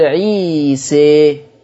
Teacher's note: بالأذن كده الإحساس الصوتي للألف تميل أو أقرب إلى الكسر. خلاص الألف بتنحرف إلى ياء، خلي بالكم بتتجه إلى الياء لكن ما بخليهاش ياء · Term: إمالة